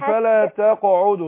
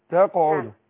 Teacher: تقع القلقلة قريب الفتح